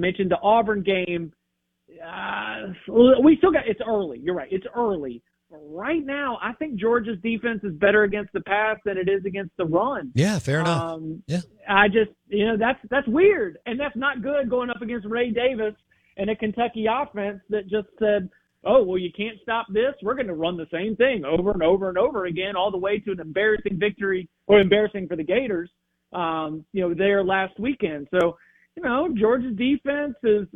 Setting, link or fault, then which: link, phone line